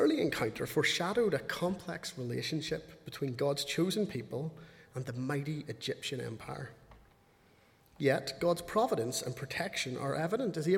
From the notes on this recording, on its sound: speaking at the 11 o'clock service